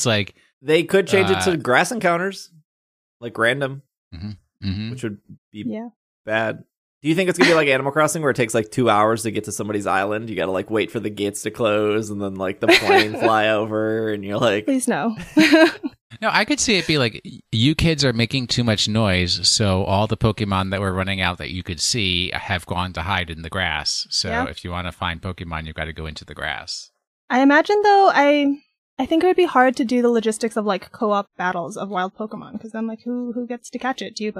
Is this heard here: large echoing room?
no